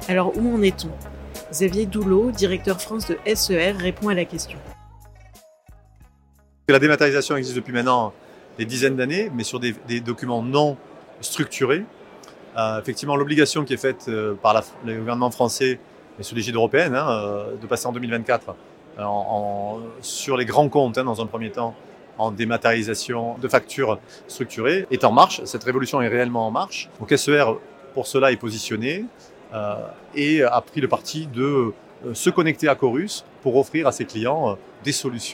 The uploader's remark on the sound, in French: Pour poursuivre notre série de Podcasts en direct de Documation, et en ce deuxième jour de salon